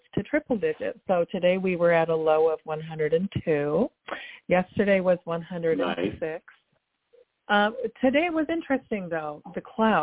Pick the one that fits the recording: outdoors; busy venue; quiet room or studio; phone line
phone line